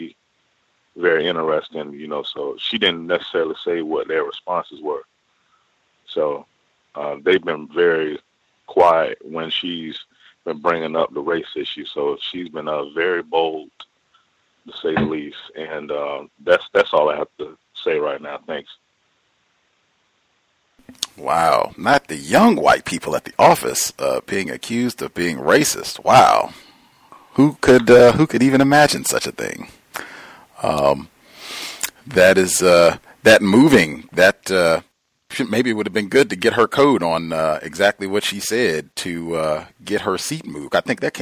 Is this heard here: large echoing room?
no